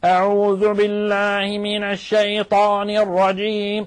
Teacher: الضغط الزائد على الحنجرة بحيث يخرج صوت شبه حرف العين مع التلاوة · Term: تقعير الفم